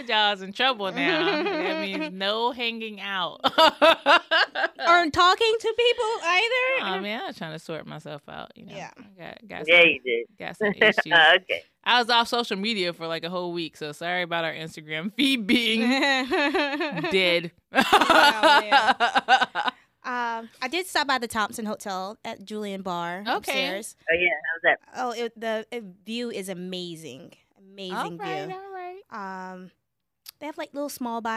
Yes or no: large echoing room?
no